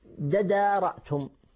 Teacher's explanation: طيب فهنا عندنا تدارأتم، فدارأتم أصلها فتدارأتم، تدارأتم، التاء والدال حرفان متقاربان فنريد الإدغام، فنبدل التاء دالا، نبدل الأول من جنس الثاني، الأول تاء نبدله دالا، فتكون فتكون تدارأتم، تكون ددارأتم.